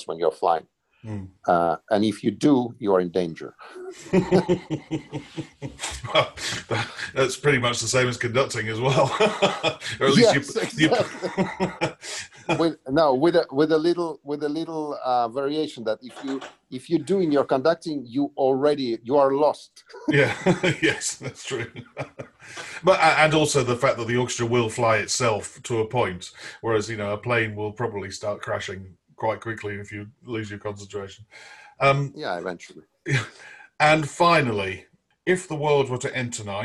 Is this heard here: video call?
yes